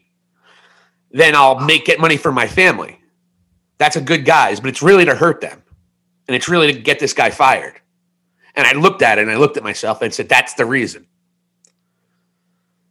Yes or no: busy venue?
no